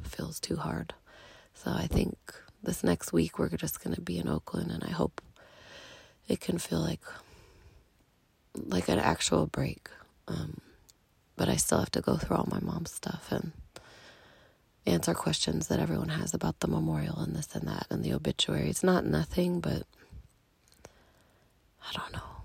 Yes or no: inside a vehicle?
yes